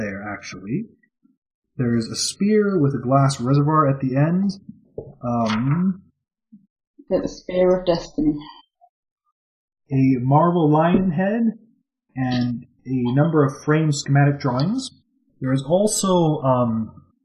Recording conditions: poor sound quality